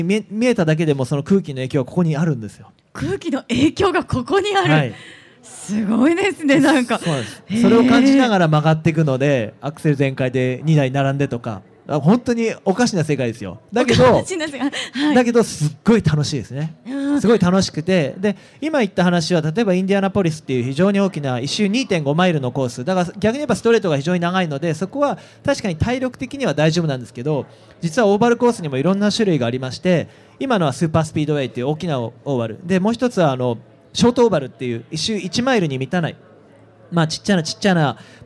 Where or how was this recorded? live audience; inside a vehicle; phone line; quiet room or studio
live audience